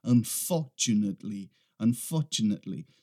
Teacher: se você tiver um sotaque britânico, você não vai pronunciar aquele R